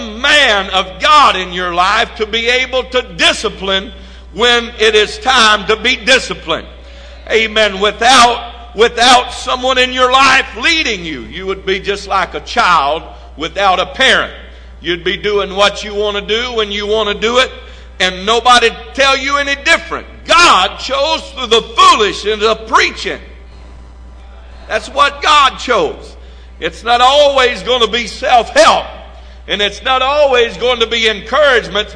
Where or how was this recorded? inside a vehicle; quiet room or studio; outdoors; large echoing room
large echoing room